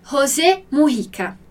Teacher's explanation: O J no espanhol tem esse som aí aspirado, né? Parecido com o nosso R.